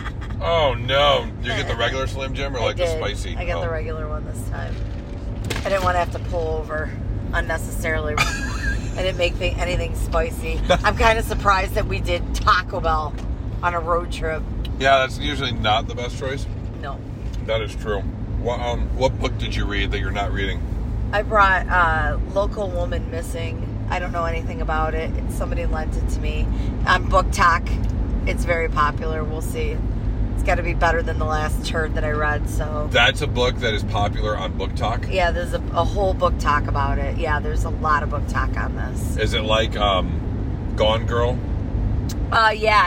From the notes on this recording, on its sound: Take a special trip up to the U.P for a live show and have special traveling podcast for you made in the car!